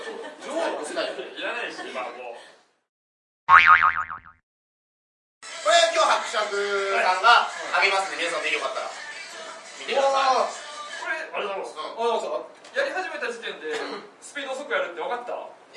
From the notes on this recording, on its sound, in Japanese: 公開収録ライブ